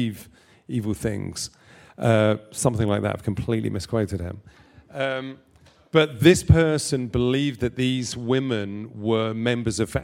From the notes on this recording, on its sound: This episode was recorded in front live audience as part of the SAG Conversations series at the SAG-Aftra Foundation in Los Angeles.